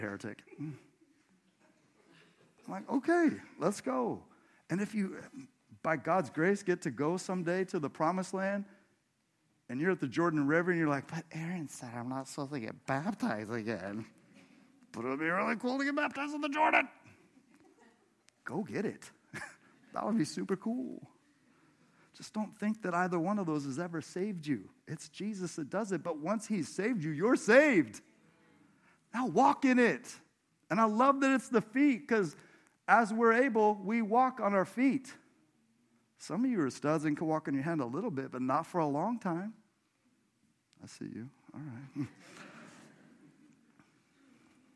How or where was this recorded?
large echoing room